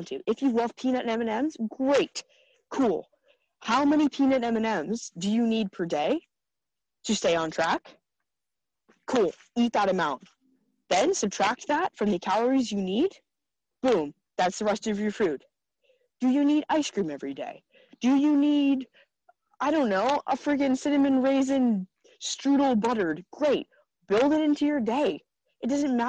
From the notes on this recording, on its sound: A recent recording of a group coaching call with my amazing girl gang.